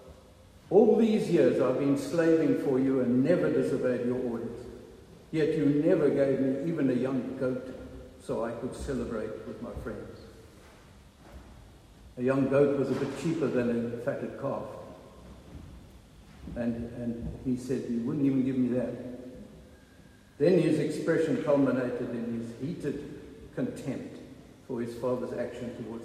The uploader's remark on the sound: Recorded at the 9:30am service on Sunday 21st May 2023